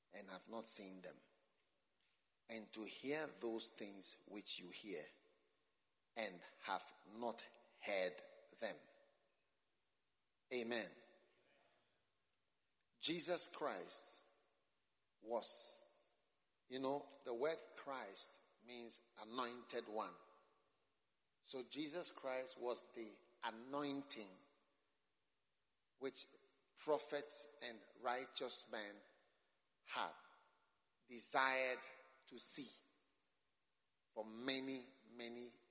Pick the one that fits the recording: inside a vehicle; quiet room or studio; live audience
live audience